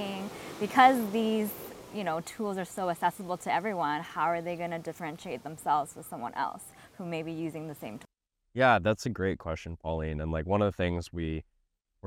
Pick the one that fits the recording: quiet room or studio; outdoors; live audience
outdoors